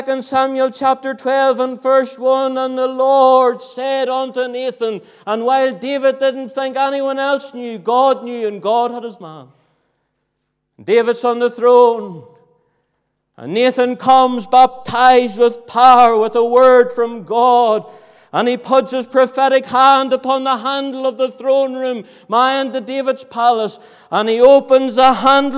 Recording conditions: large echoing room